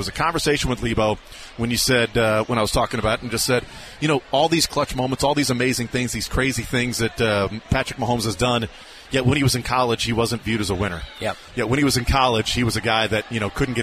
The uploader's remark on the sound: Live from Super Bowl Parade Route. Taking a field trip to the Chiefs Championship parade.